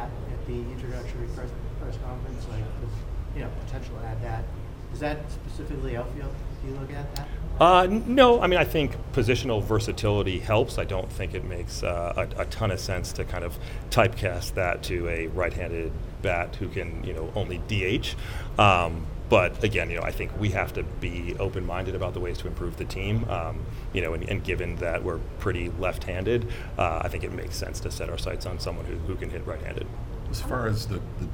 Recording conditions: busy venue